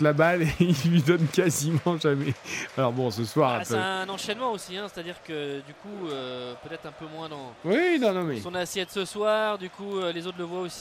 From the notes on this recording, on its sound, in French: en direct de l'Estadio da Luz